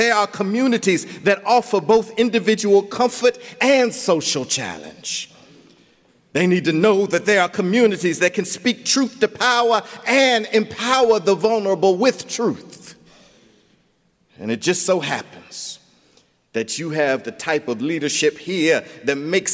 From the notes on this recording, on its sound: recorded January 12, 2020 at Myers Park Baptist